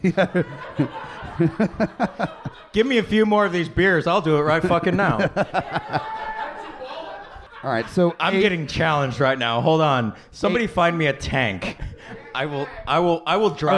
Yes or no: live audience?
yes